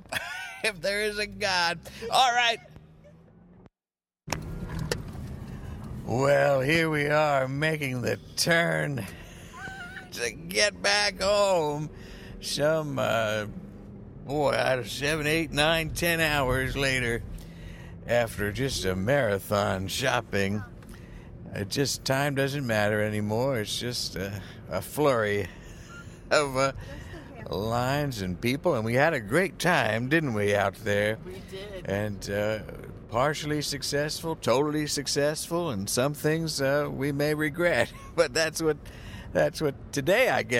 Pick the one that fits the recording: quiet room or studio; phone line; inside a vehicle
inside a vehicle